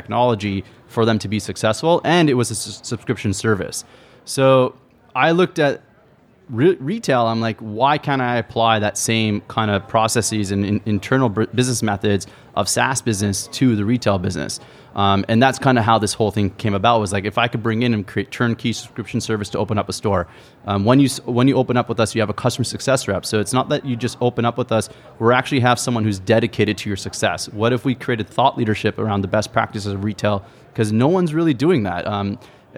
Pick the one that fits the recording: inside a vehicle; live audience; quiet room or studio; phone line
live audience